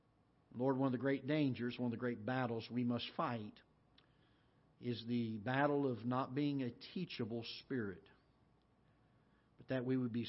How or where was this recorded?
large echoing room